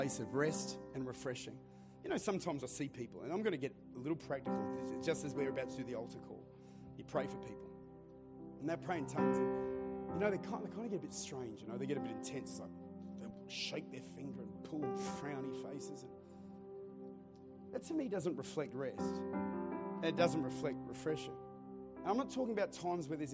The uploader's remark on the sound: Recorded at Lifepoint Church, Adelaide.